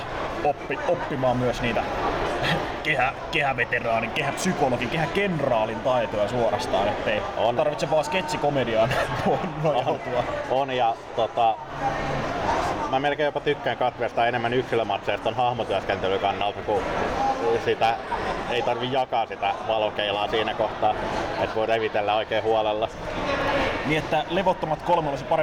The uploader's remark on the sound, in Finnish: FCF Ropecon 2023. Pahoittelemme äänitteen taustahälyä.